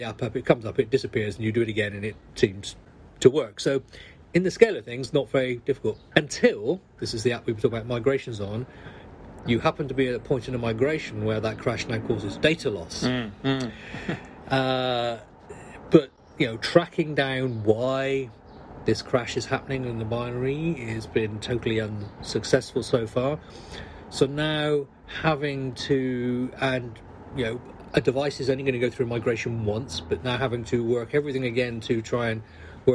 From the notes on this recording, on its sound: Coming to you live from the streets of London.